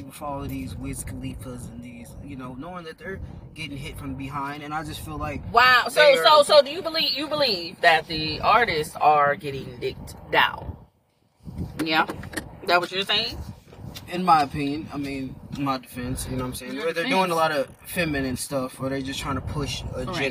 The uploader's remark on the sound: My son and I are having a conversation in the car.